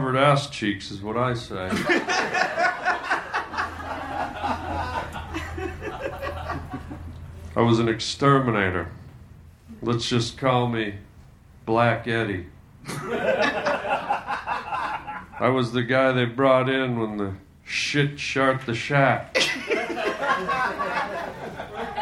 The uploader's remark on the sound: Recorded live at The Virgil in Los Angeles.